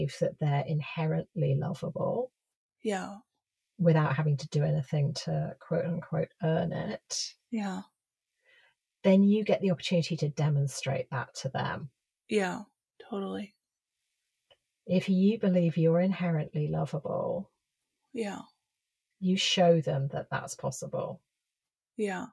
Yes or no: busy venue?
no